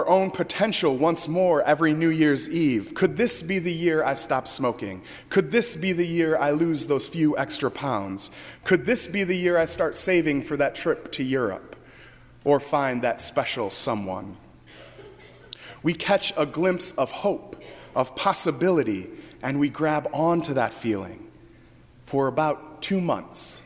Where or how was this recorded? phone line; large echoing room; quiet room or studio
large echoing room